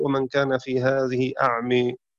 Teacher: فشعبة وحمزة والكسائي يميلون ألف أعمى في الموضعين